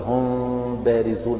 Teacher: هي الميم مخرجها من انطباق الشفتين، أنت إذا فتحت الشفتين حتى ولو بمسافة ورقة معناه أنك ما نطقت بالميم، كأن الميم يعني أذهبتها، ما نطقت بالميم، نطقت غنة وبعدها باء، وأين الميم ذهبت؟